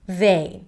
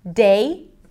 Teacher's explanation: So a lot of people might substitute the voice TH with a D sound